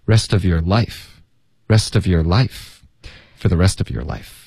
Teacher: Regret 的这一段呢这个特我们会咬舌尖省略 regret, regret, regret this.OK,跟着 this, regret this,后面 for, for 我们也可以弱读成 for, regret this for the rest of your,这三个字都会连读，会发 rest of your, OK,所以 rest 的特会浊化，然后连读到 of